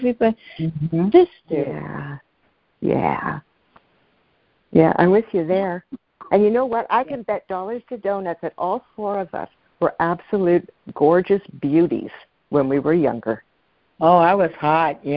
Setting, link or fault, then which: link, phone line